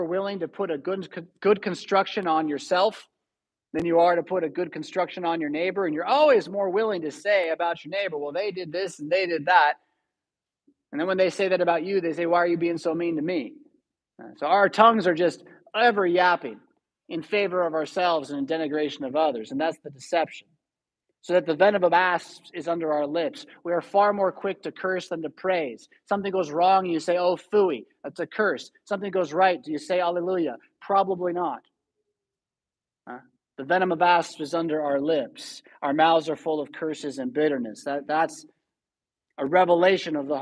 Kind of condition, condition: setting, large echoing room